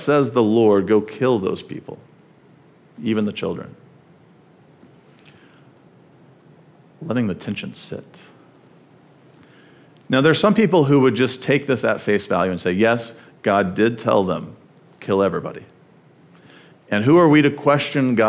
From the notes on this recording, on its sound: at the First Baptist Church of Jackson, MI.